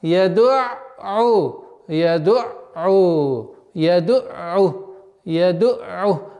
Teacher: На местонахождении гортани «айн» останавливаемся и оттуда отталкиваемся.